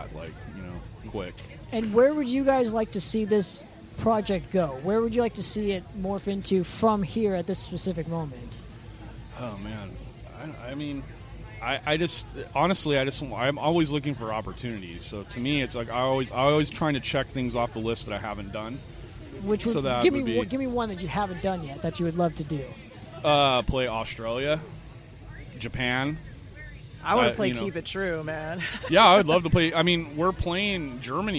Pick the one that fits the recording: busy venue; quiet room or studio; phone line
busy venue